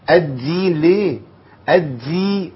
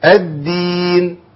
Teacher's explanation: لا، هم اللي بتجيب همس في الدال يا عم الشيخ، بتقول ايه ادي ليه ادي كده، بتطلع هوا في الدال والدال ما فيهاش هوا، مفيش نفس تطلع معها ابدا · Shown in: second take